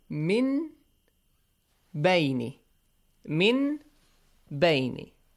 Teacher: So we change that noon sound to a hidden or a half meme. Half meme, okay? A half meme with a nasal sound.